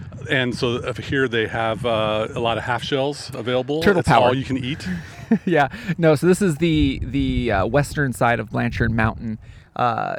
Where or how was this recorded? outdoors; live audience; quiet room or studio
outdoors